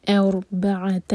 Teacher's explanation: را ساکن ہیوی با اور عین لائٹ